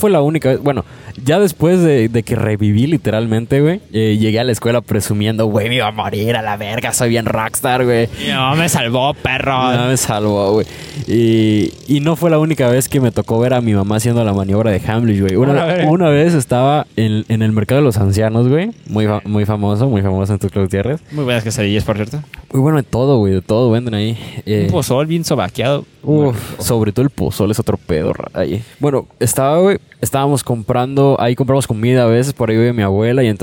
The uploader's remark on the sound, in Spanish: GRABAMOS un PODCAST (Especial) en la PLAYA. Nos encontramos grabando en las preciosas playas de Puerto Arista.